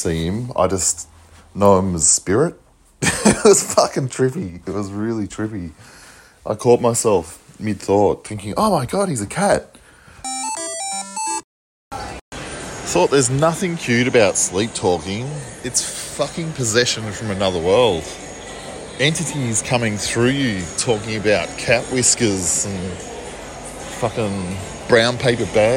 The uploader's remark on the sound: while walking around talking shit into my phone